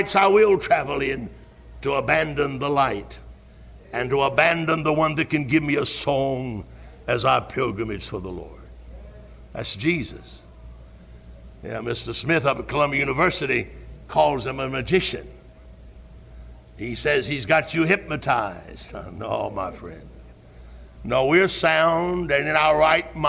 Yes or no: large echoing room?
yes